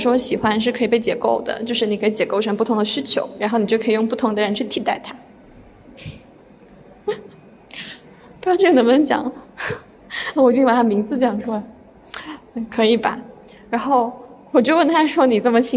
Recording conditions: large echoing room